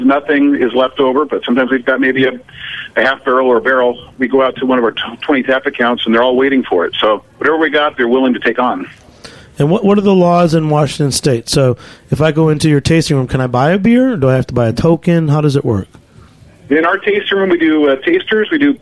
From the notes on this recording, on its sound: calls in from Washington